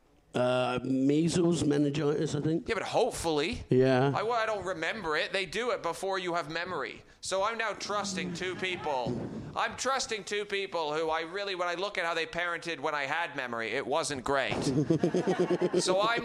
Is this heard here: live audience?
yes